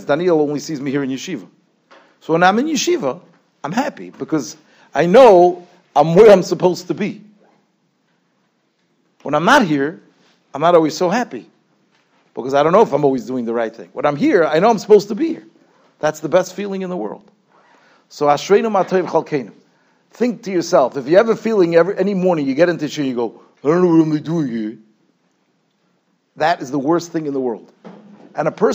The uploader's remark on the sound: Shiur recorded in Yeshivas Ohr Reuven, Monsey, NY.